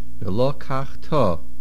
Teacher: the main accent is Milra on the last syllable